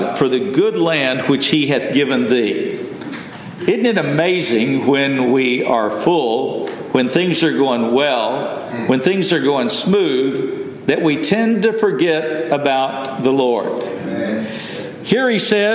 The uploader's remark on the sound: Message delivered Sunday, November 19, 2023 at Mt Carmel Primitive Baptist Church, Bel Air